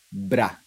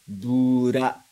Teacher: Mas para os japoneses, essa junção de B com R não é possível diretamente. A gente tem que colocar uma vogal no meio entre o B e o R. E a vogal escolhida foi U. · Shown in: second take · Então fica bura.